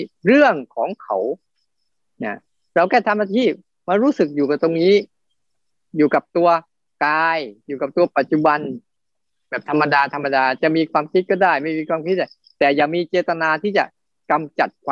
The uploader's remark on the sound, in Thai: เป็น 1 ใน 3 คอร์สออนไลน์ (ผ่านโปรแกรม Zoom).